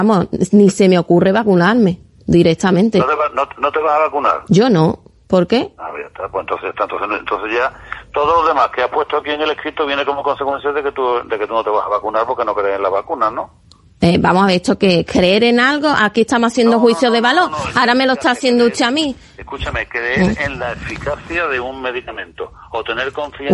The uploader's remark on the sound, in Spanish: Conversación telefónica